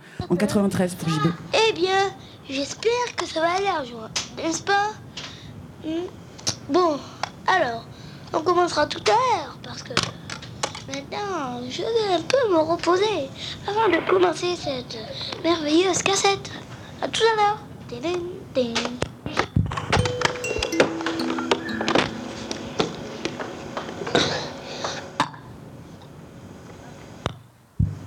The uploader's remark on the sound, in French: Performance enregistrée le vendredi 1er juillet 2022 à la Cité des Arts de la rue dans le cadre d'Un été aux Aygalades et diffusée en direct sur Radio Grenouille.